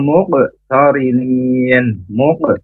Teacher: Huruf qalqalah. Di sini baca qalqalah sughra. Mantul qafnya tarinin ri dibaca tarqiq karena huruf ro berharokat kasrah.